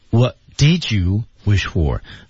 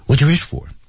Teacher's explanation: What you wish for 啊，关键词是 wish 啊。然后呢，我们发现在第一句话当中呢啊 What did you wish for 说得非常快，所以 did 被融入到了 you 当中 · Term: 连读